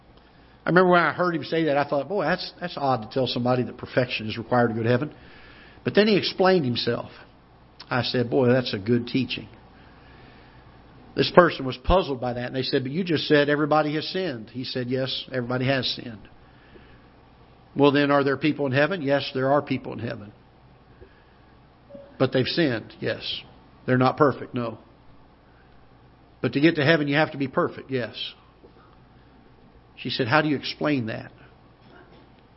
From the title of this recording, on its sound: Ketha Heights Baptist Church ~ Live Broadcast